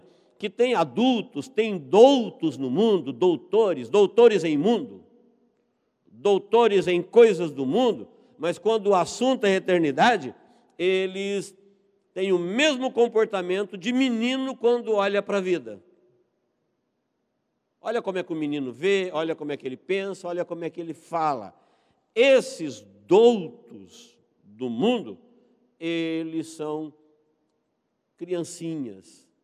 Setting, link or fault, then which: setting, large echoing room